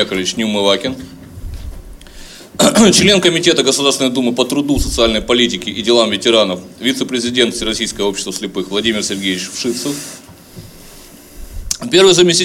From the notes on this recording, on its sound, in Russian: Полную запись расширенной пресс-конференции. В пресс-центре издания Федерального Собрания Российской Федерации «Парламентская газета».